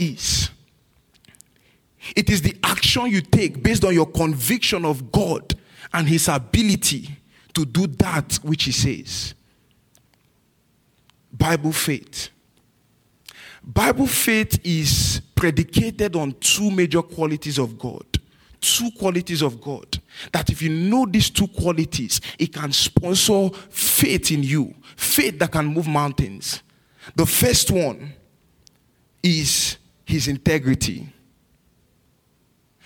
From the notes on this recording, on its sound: This message was recorded at New Covenant Church on April 16, 2023 in our night service.